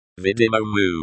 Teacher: The emphasis is on the first syllable of видимому.